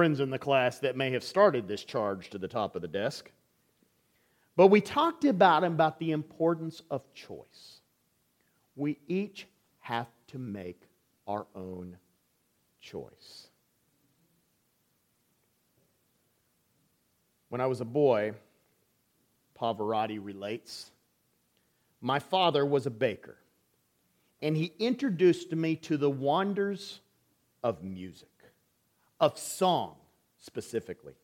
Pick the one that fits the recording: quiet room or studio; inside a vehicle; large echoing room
large echoing room